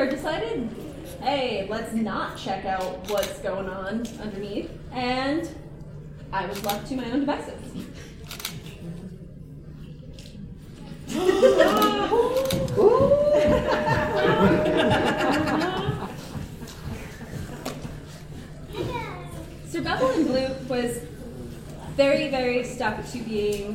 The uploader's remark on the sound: Wild Wild West Con 11 Panel Origins of A.S.G.A.R.D. Ballroom I+J at Casino Del Sol.